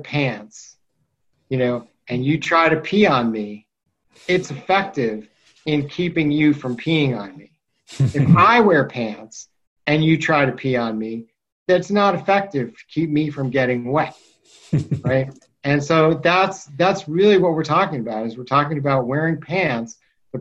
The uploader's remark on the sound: on the Zoom